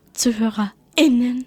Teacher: Liebe ZuhörerInnen mit dem gutturalen Glottisschlag